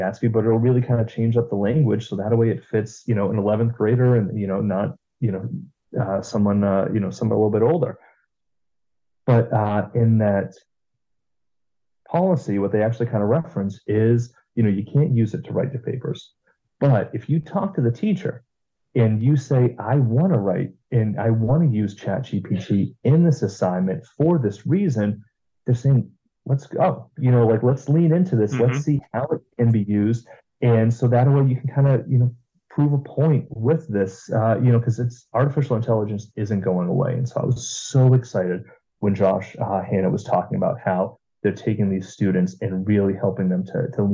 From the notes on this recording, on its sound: We had our conversation via Zoom